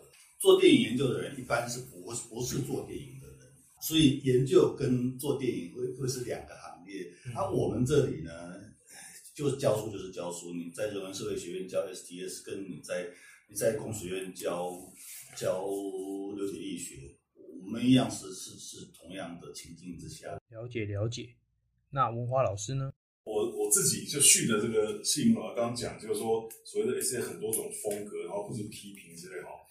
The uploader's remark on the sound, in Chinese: 首次錄製音質有待加強，建議使用耳機聆聽。